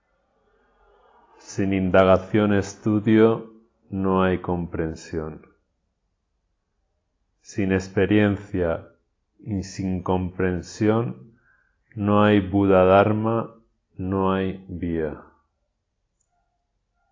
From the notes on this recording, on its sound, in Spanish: Grabación realizada durante la práctica en el dojo zen Kômyô de Alicante. Grabación realizada durante la práctica en el dojo zen Kômyô de Alicante.